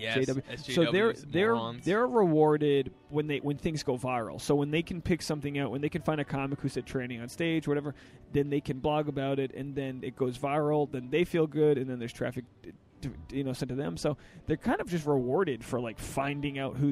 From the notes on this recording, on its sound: Sit down outside a Ben & Jerry's.